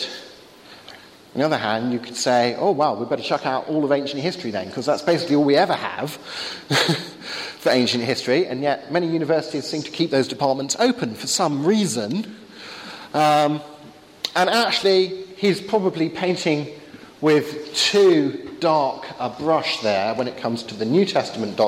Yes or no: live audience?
yes